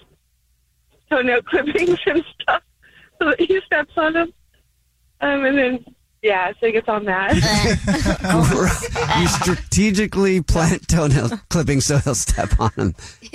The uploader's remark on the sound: A woman is on the phone to tell a Dirty Little Secret.